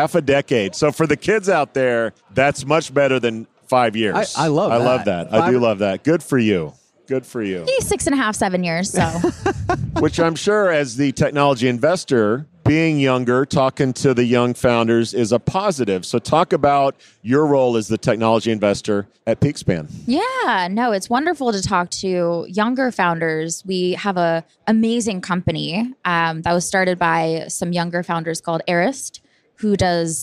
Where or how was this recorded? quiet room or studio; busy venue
busy venue